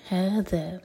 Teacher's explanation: زا کا ساؤنڈ نہ آئے ذال ہے